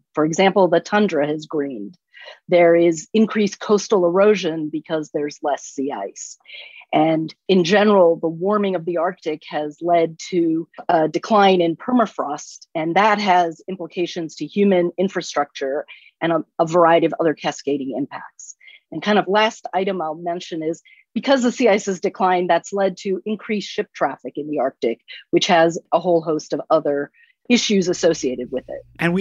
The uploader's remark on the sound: In this Zoom taping